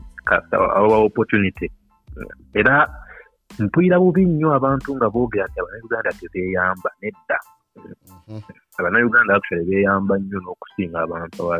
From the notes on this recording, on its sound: via telephone conferencing